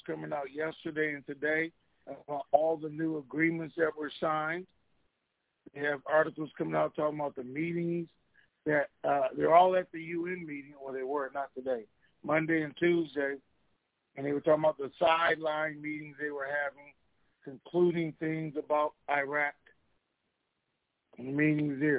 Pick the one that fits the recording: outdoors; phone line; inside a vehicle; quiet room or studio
phone line